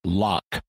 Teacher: In standard English accents, this gets pronounced with a K sound